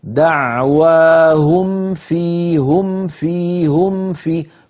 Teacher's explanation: أيضا عندنا الميم الساكنة في قوله تعالى دعواهم فيها، الآية 10، دعواهم فيها، دعواهم آخرها ميم ساكنة، فيها أولها فاء، الميم من الشفتين، أم دعواهم هم ميم من الشفة، فيها الفاء من أطراف الثنايا العليا مع باطن الشفة السفلى، فالمخرج قريب، فلا بد من بيان الميم من الفاء